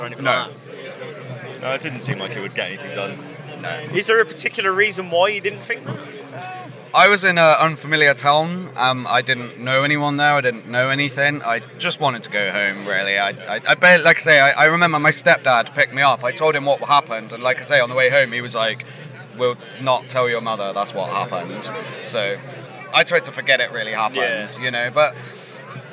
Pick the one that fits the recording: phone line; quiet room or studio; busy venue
busy venue